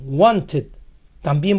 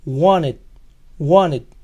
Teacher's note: En la conversación, wanted, también puede oírse sin la T.